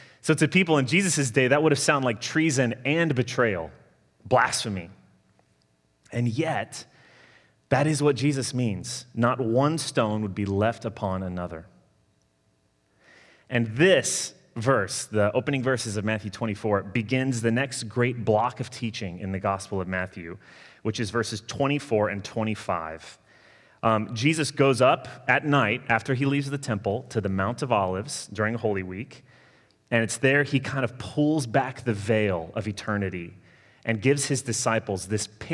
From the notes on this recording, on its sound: Sermon delivered Sunday, November 22, 2020